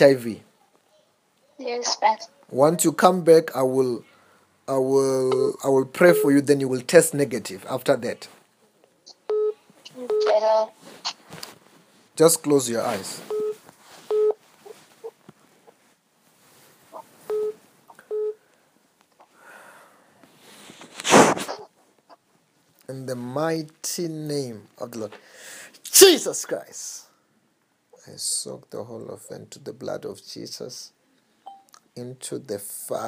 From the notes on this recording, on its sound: healing over the phone